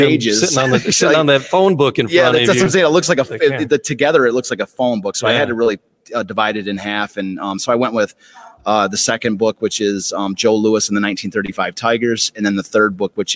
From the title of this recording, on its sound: Live from Detroit Historical Museum